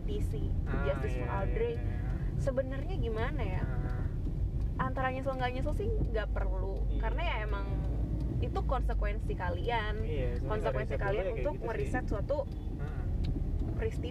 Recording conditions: uneven or low level